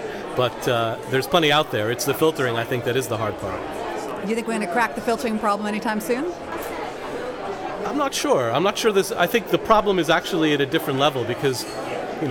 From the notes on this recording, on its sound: we interview various participants during the recent Science Online conference in London